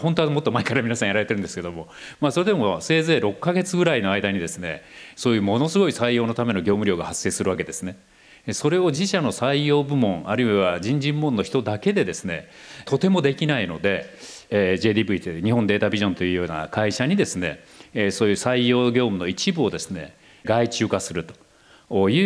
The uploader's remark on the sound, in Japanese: 東京・東銀座の時事通信ホールで行われた「ラジオNIKKEI 相場の福の神 注目企業ＩＲセミナー」から